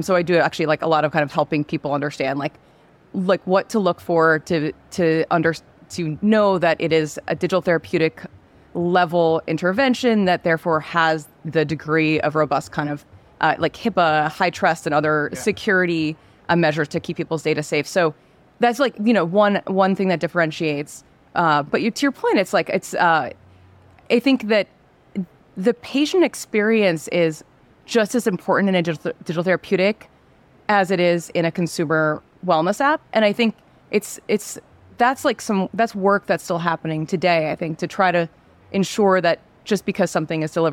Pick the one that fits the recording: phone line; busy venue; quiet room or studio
busy venue